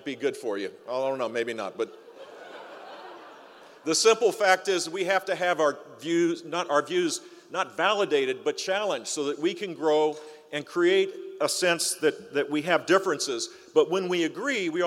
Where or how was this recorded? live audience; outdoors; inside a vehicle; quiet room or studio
live audience